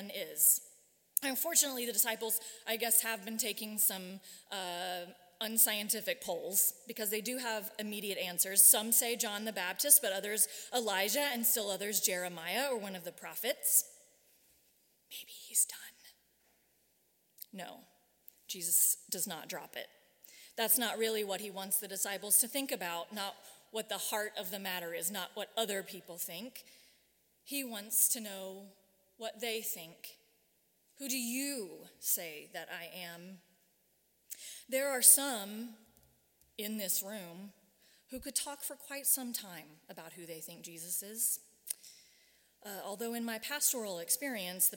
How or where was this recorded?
large echoing room